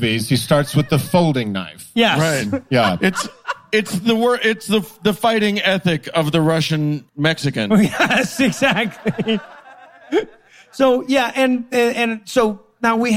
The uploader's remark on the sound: LIVE from Salt Lake City